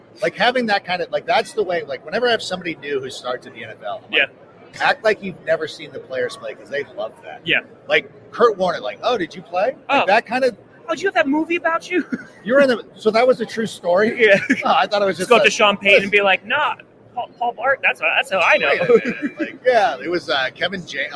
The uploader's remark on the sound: Live From Super Bowl LVIII